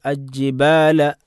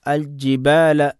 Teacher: ലാമിനെ ജീമിലേക്ക് ഇദ്ഗാം ചെയ്ത് ഓതാൻ പാടില്ല, അവിടെ ഇൽഹാർ ചെയ്തുകൊണ്ട് തന്നെ ഓതണം · Shown in: second take